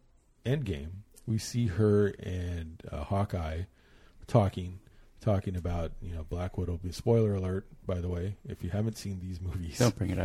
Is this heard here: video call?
no